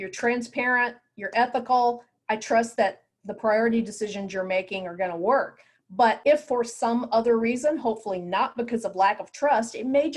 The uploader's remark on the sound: What do you get when you take 18 of the best and brightest lifesaving innovators, pair them up, put them on a Zoom call and hit record? The two-day, online event.